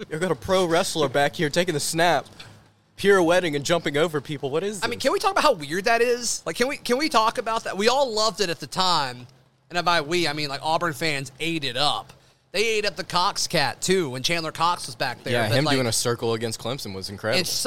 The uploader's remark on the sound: live from Baumhower's